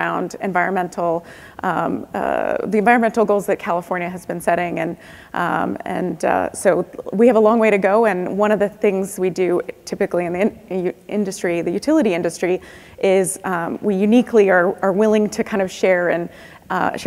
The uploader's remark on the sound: The best of live interviews from GreenBiz events.